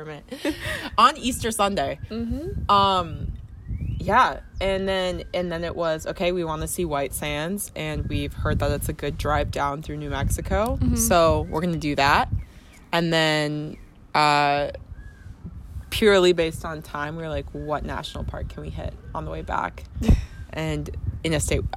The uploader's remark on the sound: Join us while we sit outside.